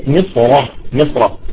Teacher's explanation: إذا الصاد هذا حرف مستعلي وحرف مطبق، عندما تنطق بالصاد لسانك تمام ونفسك يعني اتجاه الصوت يندفع إلى أعلى الحنك، هذا يضطر إلى سحب الراء للأعلى · Term: نفخم الراء